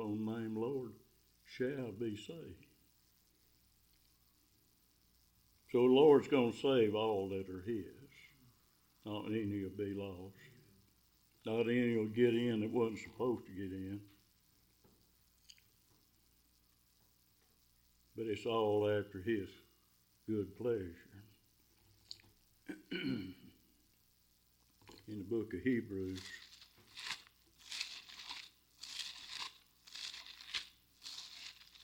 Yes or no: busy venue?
no